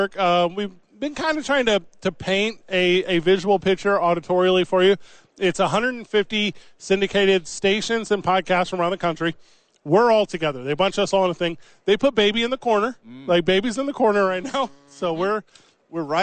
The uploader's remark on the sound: live from Radio Row